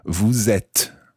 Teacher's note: when you follow vous with être, you pronounce the S of vous